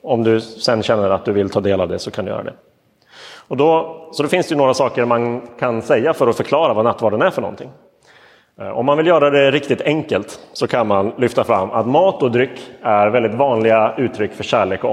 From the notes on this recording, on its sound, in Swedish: Inspelad i Roseniuskyrkan den 23 oktober 2022.